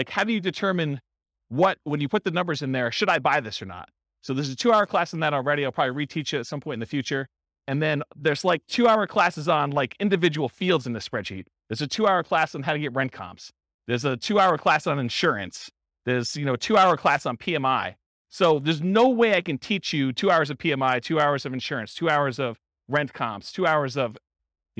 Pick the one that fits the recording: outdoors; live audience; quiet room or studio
live audience